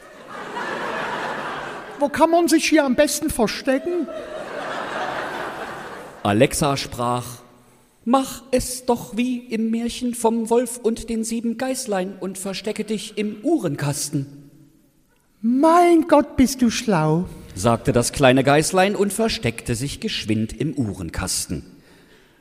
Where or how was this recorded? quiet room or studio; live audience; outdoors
live audience